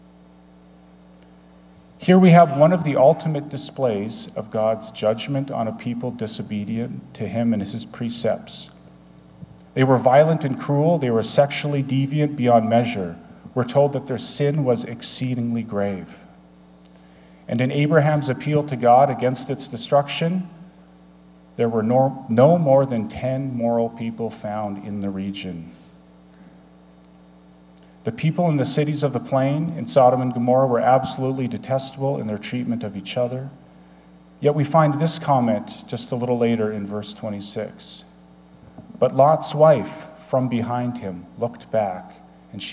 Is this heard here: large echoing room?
yes